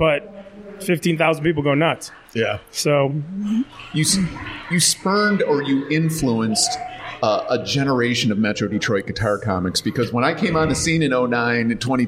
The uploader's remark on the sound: Live from the Comedy Castle bar.